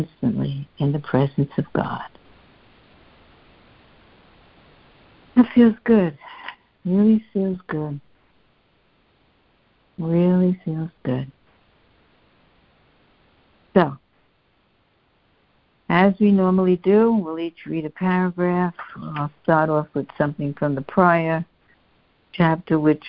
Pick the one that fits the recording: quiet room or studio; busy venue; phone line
phone line